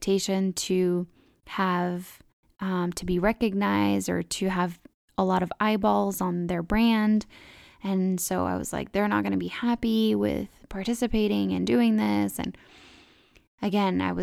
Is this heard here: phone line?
no